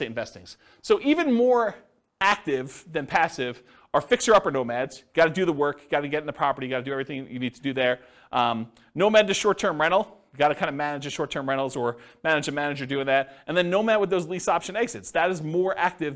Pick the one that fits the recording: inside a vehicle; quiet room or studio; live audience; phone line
live audience